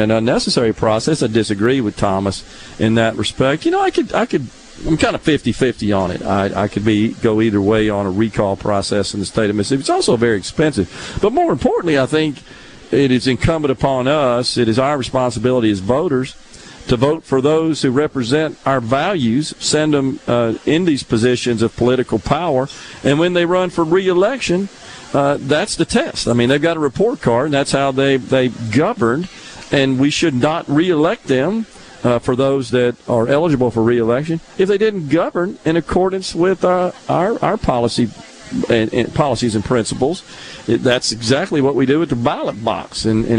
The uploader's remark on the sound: Is LIVE from Founder's Square at The Neshoba Co Fair. Under the SuperTalk tent in the Element Wealth Studio by a wide variety of guests.